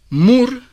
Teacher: Si lo pronuncias despacito, descubrirás cómo toda la palabra la articulas gracias a mí. Mur, cierro y pronuncio la M con las dos labios. Es labial como la P para la R. Subo el pico de la lengua al paladar para que allí vibre la apical, mur.